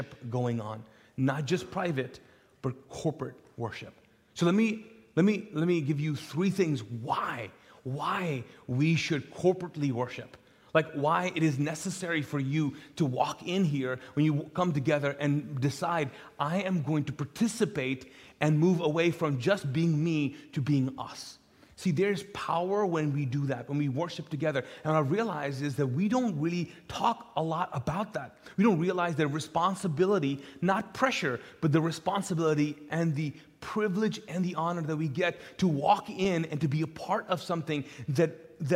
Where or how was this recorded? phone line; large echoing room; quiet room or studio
large echoing room